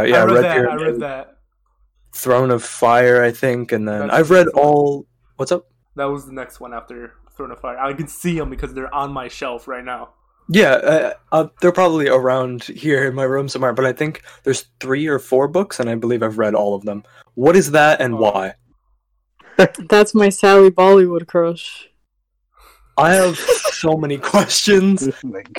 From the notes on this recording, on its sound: we're finally getting the hang of the audio issues